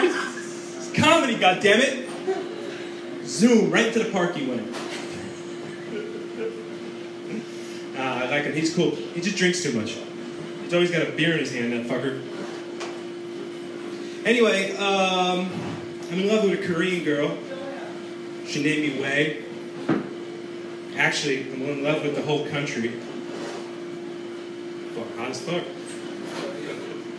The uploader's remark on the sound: on stage at BrainWash Cafe SF, CA 4/5/2016